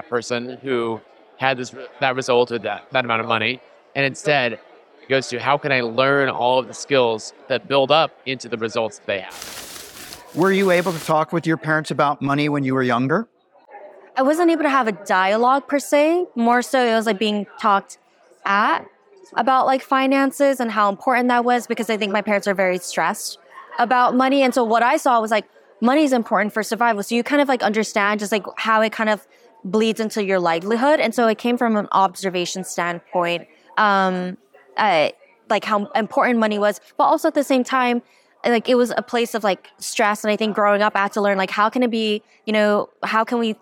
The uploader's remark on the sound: Recorded at FinCon 2023 in New Orleans, I roamed the halls of the nation's biggest personal finance conference, getting up close and personal with attendees and speakers.